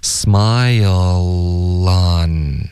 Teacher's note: smile 这里舌尖顶上颚了， smile on 连读到 on